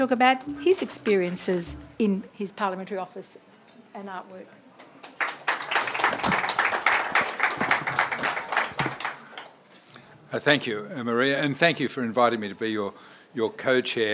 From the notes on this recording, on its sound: Recorded live at the launch of Arts Day on the Hill and the inauguration of the Parliamentary Friendship Group for Contemporary Arts and Culture.